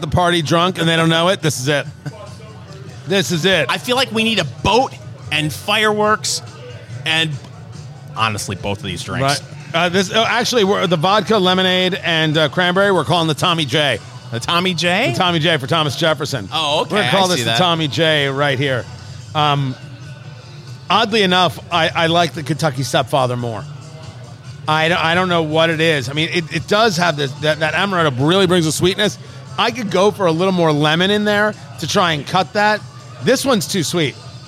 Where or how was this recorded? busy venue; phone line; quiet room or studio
busy venue